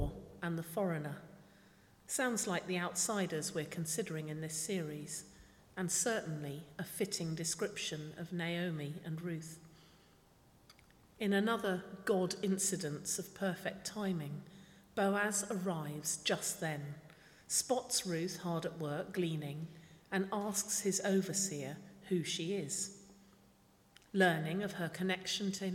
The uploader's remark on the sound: speaking at the 11 o'clock service